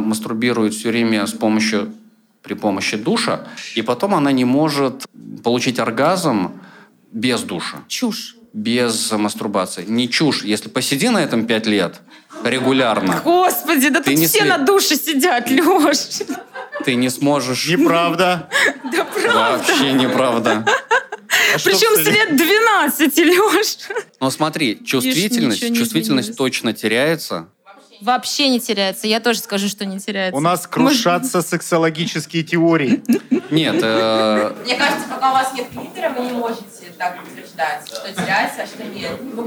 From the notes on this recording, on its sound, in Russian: Обсуждение этих вопросов авторы устроили на открытой записи подкаста.